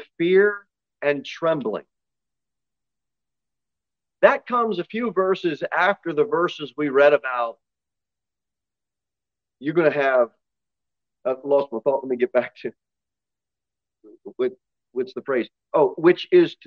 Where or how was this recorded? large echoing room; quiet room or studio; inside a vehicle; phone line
large echoing room